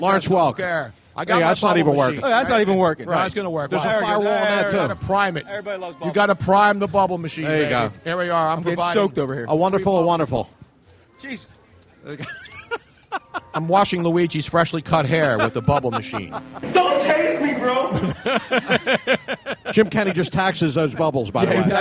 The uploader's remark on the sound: LIVE from SPhilly Passyunk Ave #DNC after party!